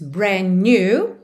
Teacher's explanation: você já junta brand com new pelo N mesmo, porque o D final de brand ali já era consoante oclusiva, que já pode aparecer mais, menos ou nada, então já põe ela para não aparecer nada e já junta nos N's.